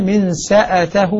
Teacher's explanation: والباقون من ساته بهمزة مفتوحة